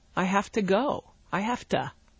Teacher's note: the preposition to, which we normally in spoken language pronounce ta